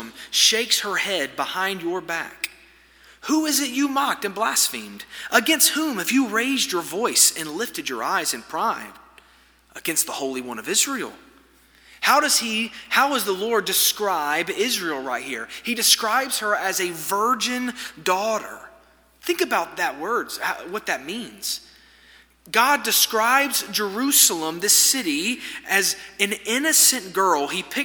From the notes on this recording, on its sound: This sermon was delivered on February 7, 2024 at First Baptist Church Hendersonville, NC during the Wednesday night Bible study hour.